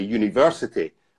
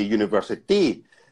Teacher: In Thailand, the accent is very different. They stress the final syllable. · Shown in: second take